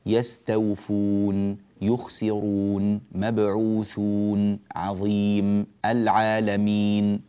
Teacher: الحرف الأخير الموقوف عليه غير واضح عندك عندما يكون نونا، لما تقول للمطففين أعطي النون زمنها